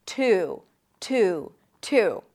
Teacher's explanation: you can also drop the Y sound and then just connect the T to the U.